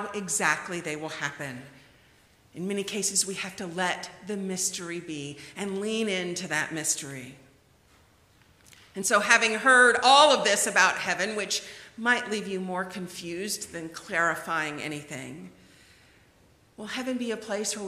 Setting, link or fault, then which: setting, large echoing room